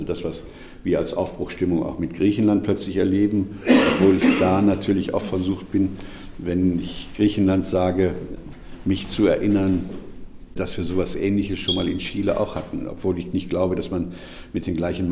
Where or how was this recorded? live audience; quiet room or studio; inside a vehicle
live audience